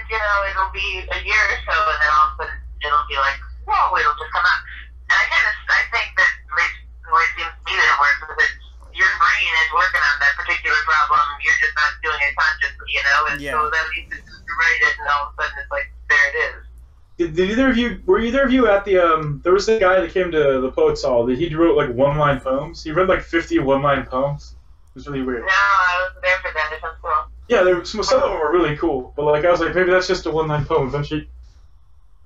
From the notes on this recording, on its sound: Joins us via phone.